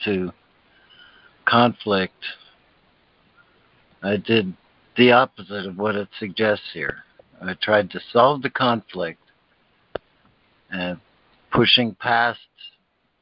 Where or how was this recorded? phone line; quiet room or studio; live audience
phone line